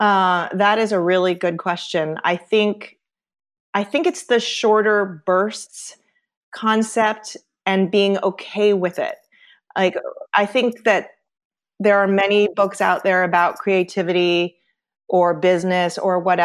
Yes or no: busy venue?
no